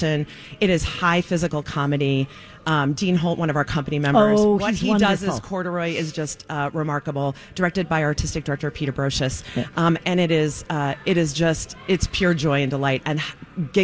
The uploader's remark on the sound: Live from the Children's Theatre Company for another Santa Stop during our 15th Annual Santa Project for Ronald McDonald House!